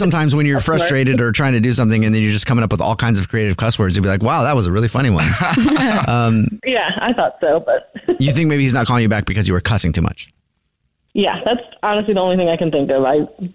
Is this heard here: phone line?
yes